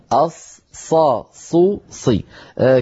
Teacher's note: الصاد الفصيحة التي هي كالسين وكالزاي من حيث المخرج